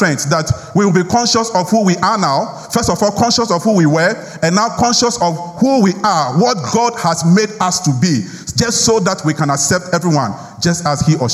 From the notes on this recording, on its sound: Sermon preached at CBC Shiashie Campus